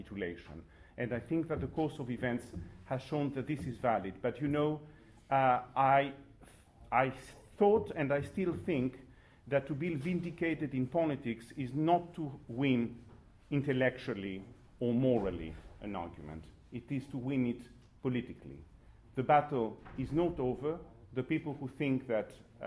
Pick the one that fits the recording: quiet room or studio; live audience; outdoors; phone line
live audience